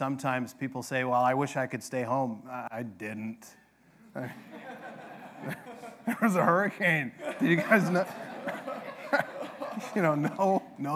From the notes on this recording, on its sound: This sermon is from our 100th Annual Global Mission Conference